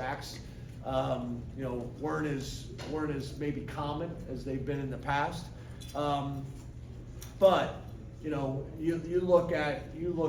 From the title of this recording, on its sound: postgame press conference